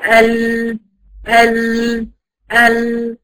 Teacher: الطريق اهو قافل، اما بقيه الحافه الصوت خرج ايه منها، يعني ما جريش جريان تام ولا انحبس انحباس تام الصوت، فهو ده سبب توسط ايه اللام، مخرجها ده شايفاه هو